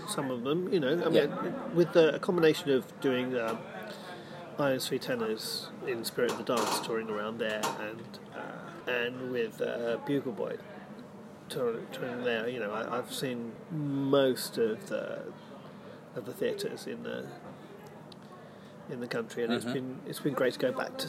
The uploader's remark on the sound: we are coming to you live(ish)from the garden of my local pub!